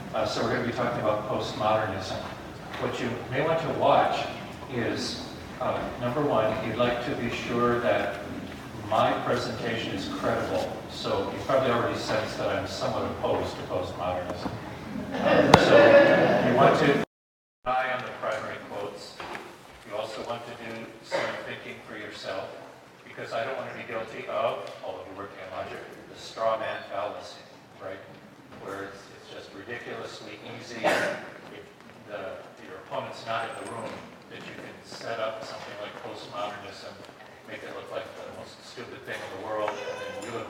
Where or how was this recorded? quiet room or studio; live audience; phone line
live audience